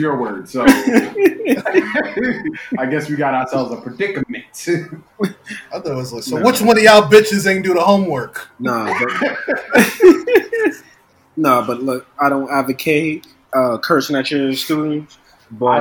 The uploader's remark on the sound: We do aoologize for the audio quality, it seems we had an issue with wifi. Still getting adjusted to quarantine podcasting.